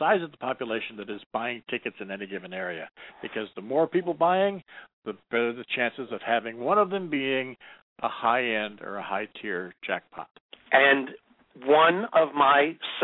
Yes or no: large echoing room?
no